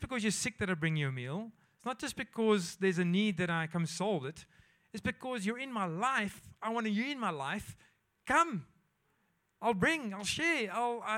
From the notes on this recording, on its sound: at Joshua Generation Church Mossel Bay PM congregation